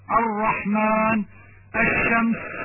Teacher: همزة ال التعريف تقطع بالفتح تخفيفا مثل الرحمن الشمس.